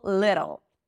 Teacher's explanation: You bring the tongue up and it slightly touches the upper palate. It sounds like a D, but then just as you do with the R, you pull it in for the R sound. · Term: flap T